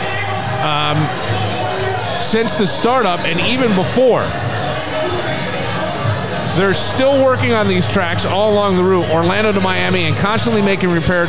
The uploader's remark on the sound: This episode was recorded at BTB Wood Fired Pizza and Grill in the Mall at Greece Ridge. Pittsburgh Steelers game.